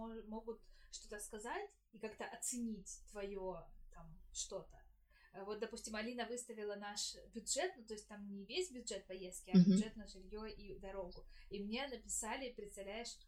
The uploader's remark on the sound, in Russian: Осторожно! Плохой звук